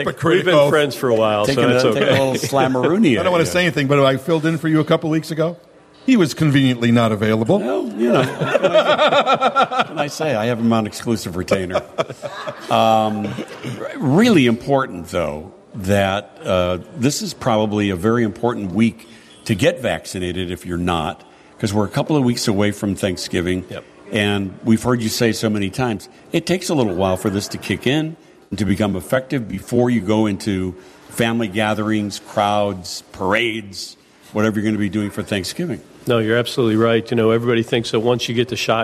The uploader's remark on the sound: live from Treetime at Lake Barrington!